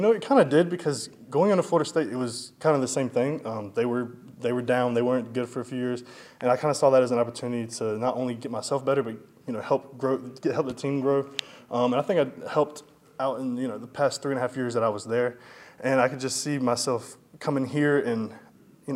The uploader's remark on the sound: full audio from Monday press conference